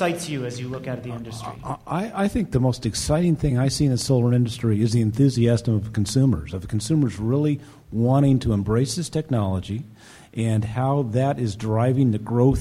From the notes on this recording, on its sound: This week, we feature a live podcast from the MDV-SEIA Solar Focus 2013 conference in Washington, DC. The Gang took the stage. Many thanks to MDV-SEIA for inviting the Energy Gang for its first live show!